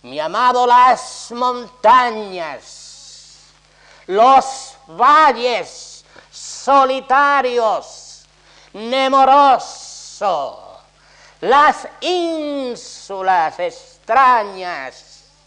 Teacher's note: si subrayamos las articulaciones de estas fricativas, de estas eses, veremos cómo todo forma un todo armónico